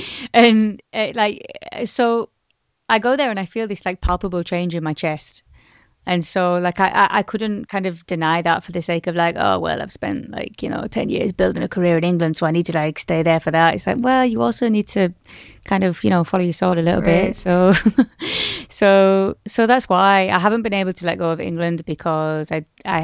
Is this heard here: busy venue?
no